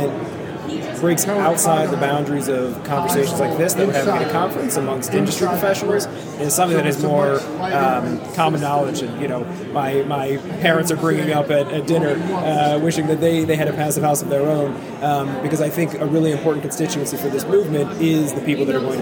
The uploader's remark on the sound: recorded at the Passive House Network Conference